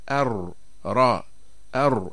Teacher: وعند نطق الراء نقول أر را أر، يتقعر اللسان، ولما يقرع ما يحاذيه من الحنك الأعلى يبقى في الوسط فجوة يمر منها صوت قليل، ولولا هذه الفجوة لانقفل المخرج وصار صوت الراء شديدا، ولولا هذه الفجوة أيضا لارتعد اللسان ولصار تكرار، وهو التكرار المنهي عنه، كأن نقول أر أر أر را رو. · Term: حرف الراء